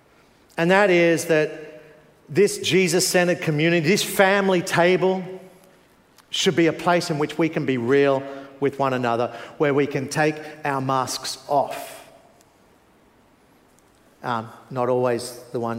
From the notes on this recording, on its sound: Preached 9am service.